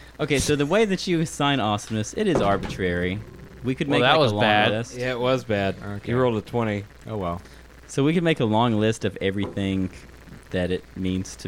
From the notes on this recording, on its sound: Apologies for the weird background noise—will fix that for next time.